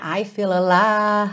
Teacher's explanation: Não importa o quanto você estica esse A, alive, sempre fecha no som do V, porque esse E do final é mudo. Percebe que ele dá pintadinho de cinza para você não pronunciá-lo.